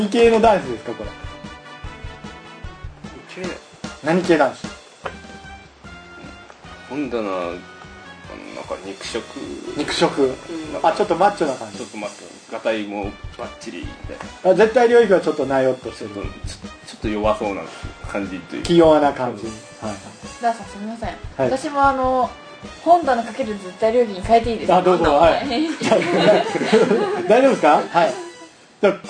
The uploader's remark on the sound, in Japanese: ムービーカメラ収録してますのでノイズが入ってます